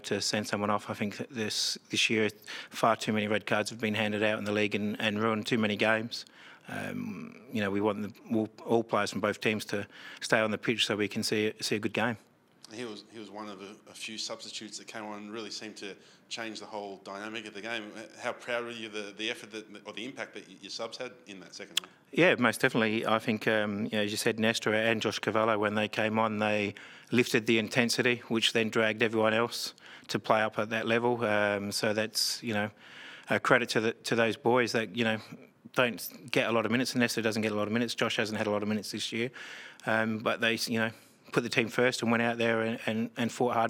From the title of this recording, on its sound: post-match press conference